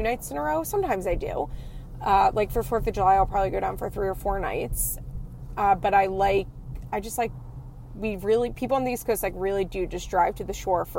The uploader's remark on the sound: please excuse the audio as this is a car-cast!